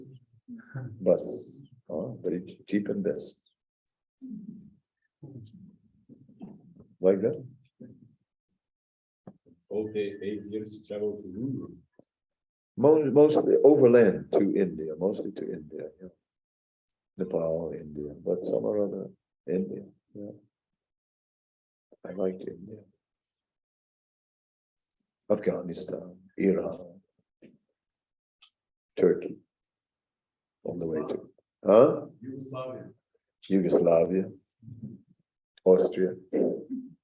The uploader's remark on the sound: Zoom Meeting. Radhadesh.